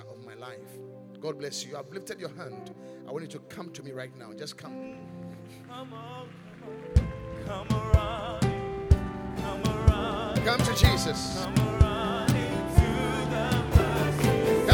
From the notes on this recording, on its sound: Preached at The Qodesh